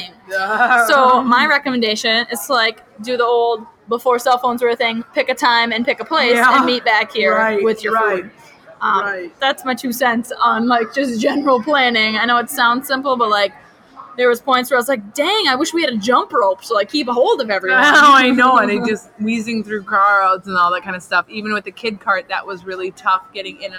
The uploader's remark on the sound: Minnesota State Fair. We recorded this podcast AT THE FAIR.